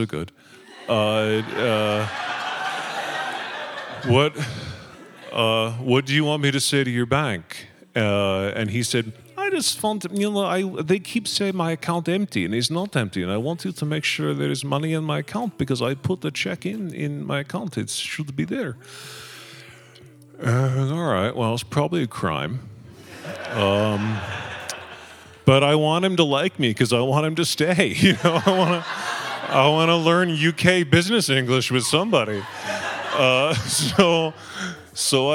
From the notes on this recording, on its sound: You never know what you'll get when audience members step up to the stage. At the "First Denver Anything" Raconteur event.